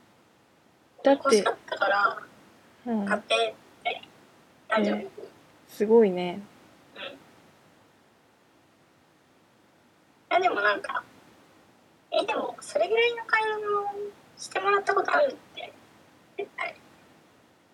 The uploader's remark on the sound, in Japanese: またしても音質悪いですが、聞いてください。